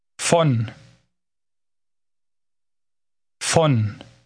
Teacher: Note that German V is pronounced F.